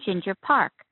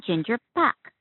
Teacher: However, while Park doesn't sound typically Asian, it's a very common Korean surname, but pronounced without the R, as Pa · Shown in: second take